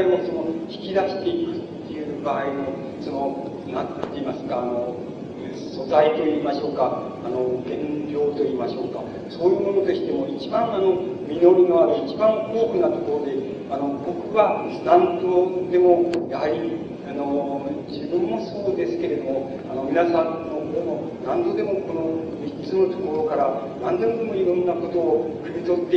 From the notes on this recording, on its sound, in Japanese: 主催：日本大学三崎祭実行委員会。場所：日本大学経済学部７Ｆ大講堂。広い講堂の講演を客席から録音。ノイズも入り、音質はよくない。